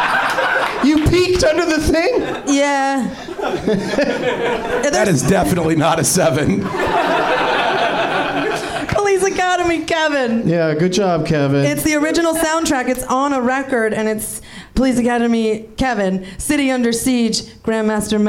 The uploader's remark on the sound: Live from the NerdMelt Showroom in LA